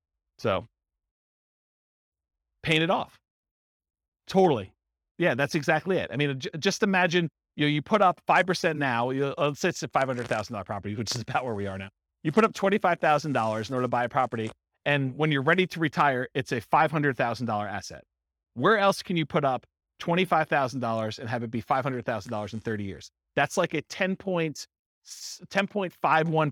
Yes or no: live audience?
yes